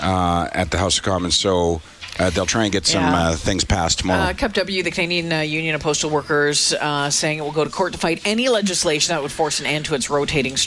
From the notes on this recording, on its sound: broadcast live from the 630 CHED Information Centre at the 2018 Grey Cup Festival